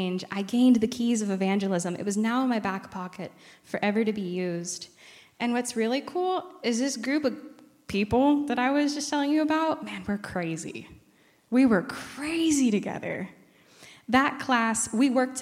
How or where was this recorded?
large echoing room